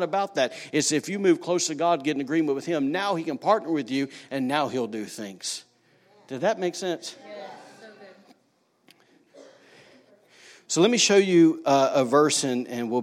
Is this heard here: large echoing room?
yes